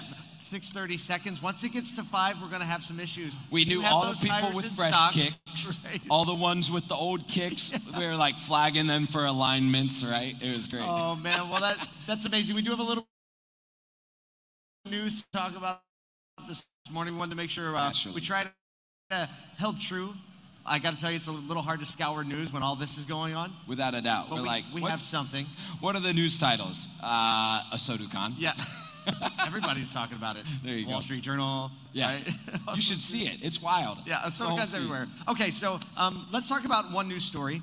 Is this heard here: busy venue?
yes